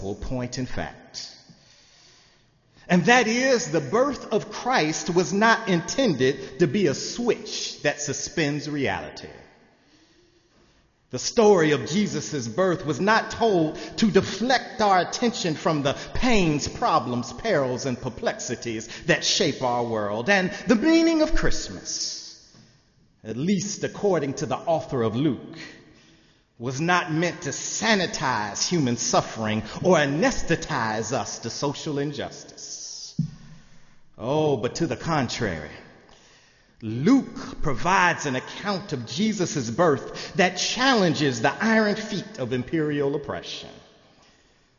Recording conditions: large echoing room